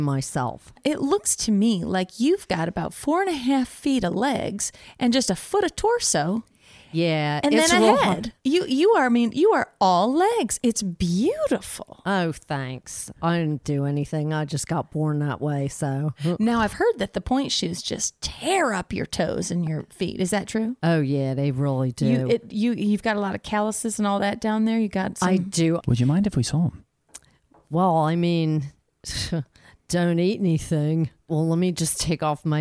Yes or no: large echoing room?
no